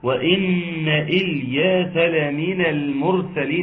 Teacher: إن المشددة تغني مقدار حركتين